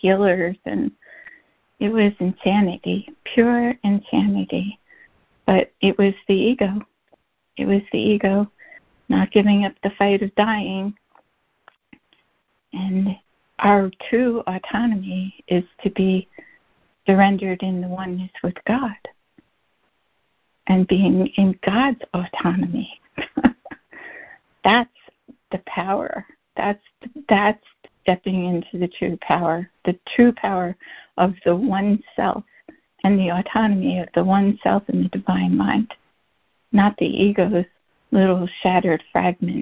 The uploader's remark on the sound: ACIM Daily Conference Call